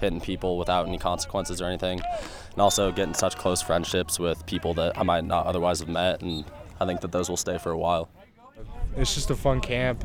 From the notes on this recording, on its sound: Visits the annual summer youth football camp at Western State Colorado University. Brought back the voices of the players and the sounds of the camp.